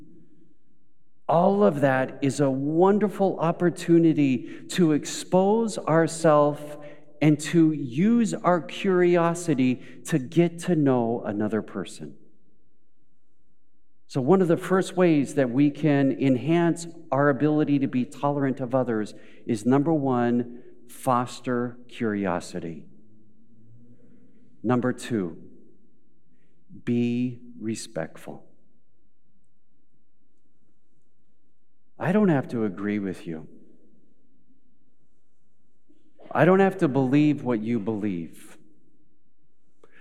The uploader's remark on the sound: Recorded live at Beatitudes Church in Phoenix, AZ.